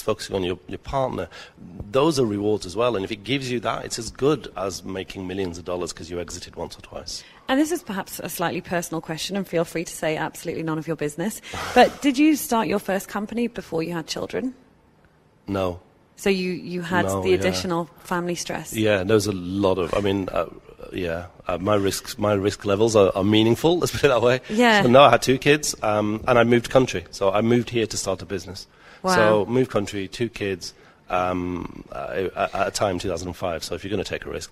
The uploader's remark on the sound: Live at Etisalat Hub. Live from the Etisalat Hello Business Hub.